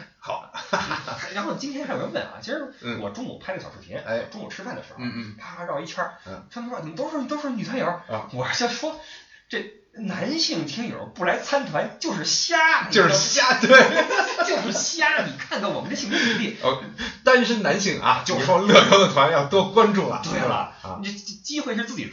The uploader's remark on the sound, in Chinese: 出门在外没带专业话筒，音质抱歉